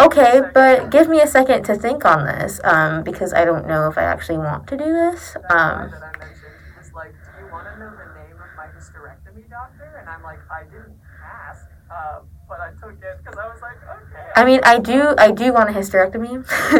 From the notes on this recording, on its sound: Since there are audio issues.